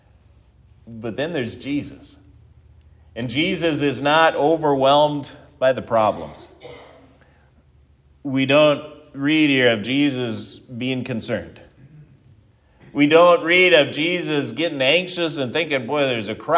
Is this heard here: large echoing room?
yes